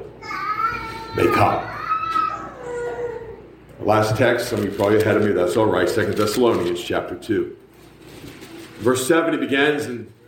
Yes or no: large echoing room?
yes